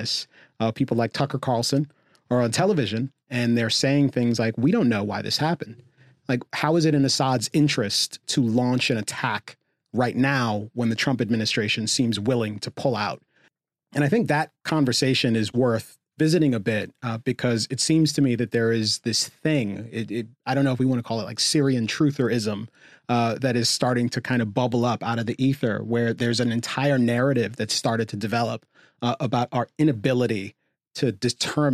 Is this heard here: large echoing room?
no